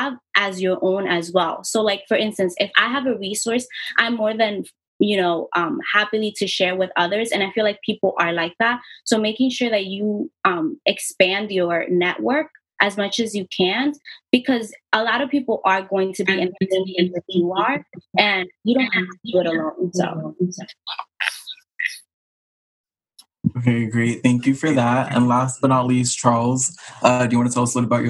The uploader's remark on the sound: A live recording of Career Talk via Zoom.